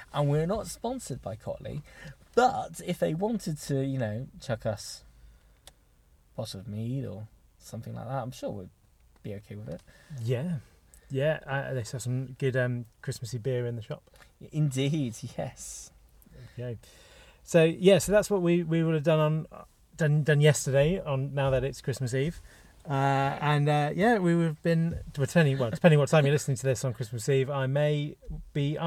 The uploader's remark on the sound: This is the start of two episodes we recorded in a car, in a random pub car park, when it was raining